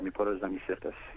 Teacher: But you stumped me a little bit by dropping your R in Sisters there. · Term: drop your R's